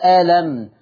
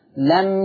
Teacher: طب ماشي معروفة، بدأت بالكلمة والكلمة في أولها همزة وصل فأثبتت همزة الوصل نطقها ألم، لكن عمل حاجة تانية حذف همزة الوصل وراح بدأ باللم مباشرة وقال لم · Shown in: second take